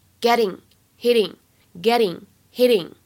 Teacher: 轻微的美音浊化的现象